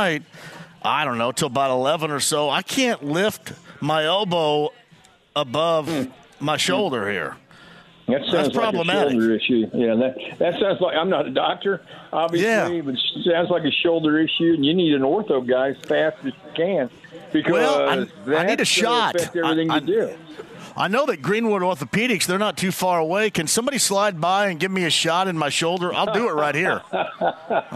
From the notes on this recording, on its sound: Live From Twin Peaks in Greenwood!